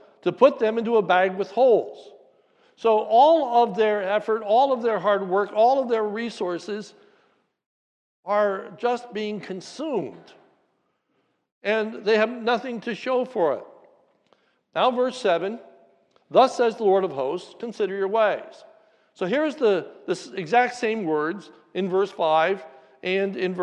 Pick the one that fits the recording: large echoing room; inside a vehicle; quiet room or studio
large echoing room